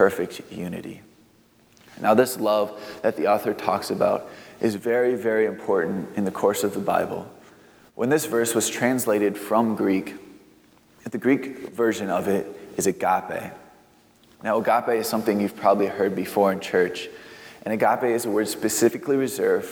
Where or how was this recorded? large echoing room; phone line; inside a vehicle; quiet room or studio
large echoing room